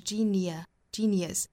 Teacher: genius 这个词一定不要发成卷舌的 genius 啊，应该是 genius.